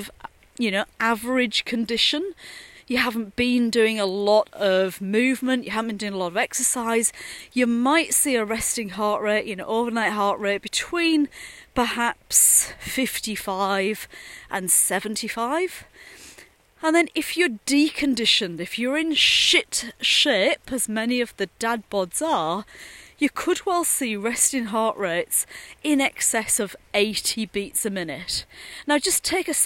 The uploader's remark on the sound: a series of short podcasts recorded during daily walks